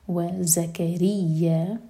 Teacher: و زکریہ، دیکھیں واو الگ ورڈ ہے اور زکریہ الگ، تو زا پر تھوڑا زور دے کر پڑھا جائے گا. و زکریہ، اور یہ ہے ز بزنگ ساؤنڈ کے ساتھ، یا پر شدہ تو یا سٹرانگ، वज़करिया, चार हरकत लंबा।